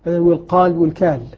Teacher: كثير من اللهجات تحول القاف لكاف لأن أسهل، والقال والكال.